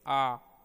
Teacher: जब जिह्वा और मुख विवर के ऊपरी भाग के बीच अधिक से अधिक दूरी रहती है तो विविध ध्वनियां उत्पन्न होती हैं, जैसे आ। · Term: विवृत